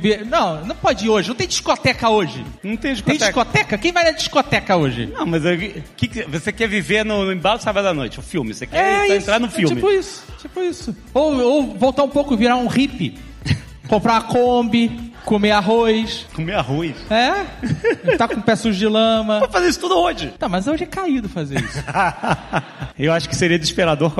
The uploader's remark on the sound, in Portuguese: Ao vivo no Spotify Podcast Festival